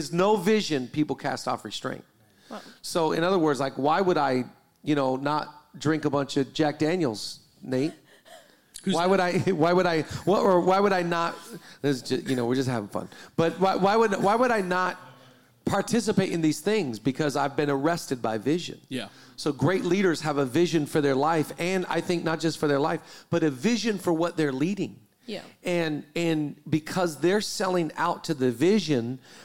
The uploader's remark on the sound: 100th Episode Live Recording